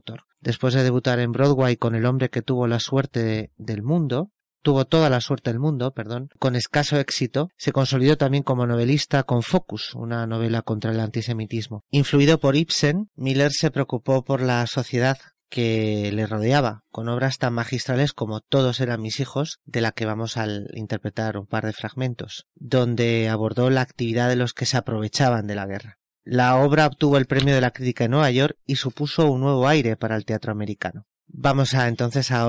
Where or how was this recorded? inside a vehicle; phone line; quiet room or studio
quiet room or studio